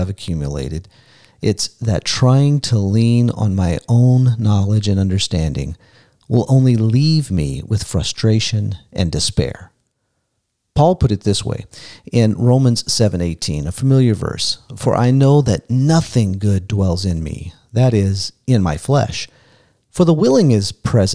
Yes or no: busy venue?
no